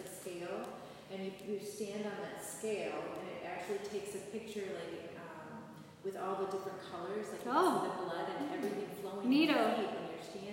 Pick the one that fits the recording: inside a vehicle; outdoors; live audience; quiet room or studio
live audience